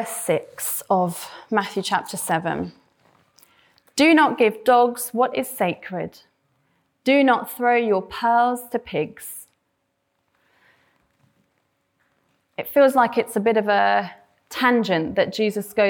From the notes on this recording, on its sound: This sermon was preached at Welcome Baptist Church